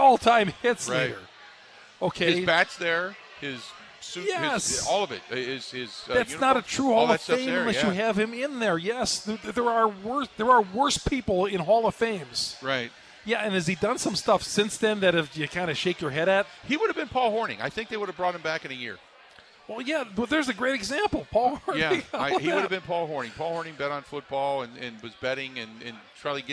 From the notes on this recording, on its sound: spends the first hour live from Steny's